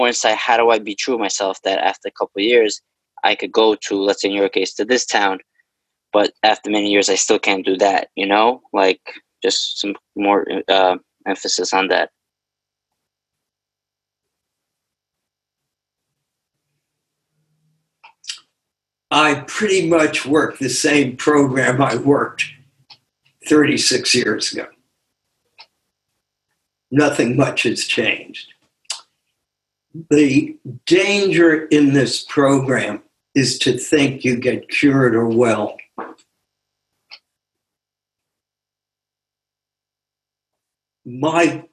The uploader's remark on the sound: took us on a zoom journey